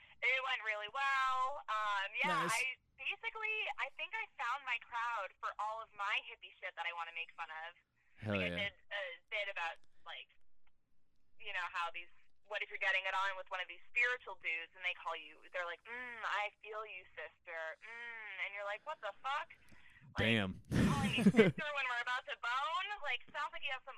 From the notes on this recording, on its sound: A special surprise phone call. All the way from Hawaii!